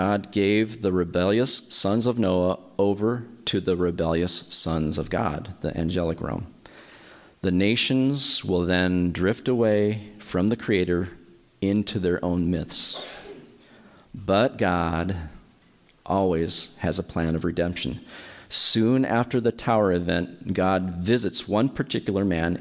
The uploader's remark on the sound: My dad preached another sermon at our church. He recorded it.